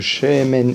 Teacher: Ensuite, le Shemen, ne jamais oublier que Shemen est Milael, c'est-à-dire. L'accent tonique est sur la première lettre de Shemen et pas la dernière. La première syllabe et pas la dernière syllabe.